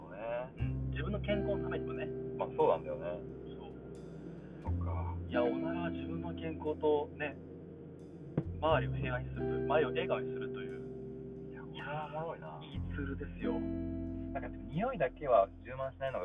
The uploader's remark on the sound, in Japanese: 熊本車中収録シリーズ最終回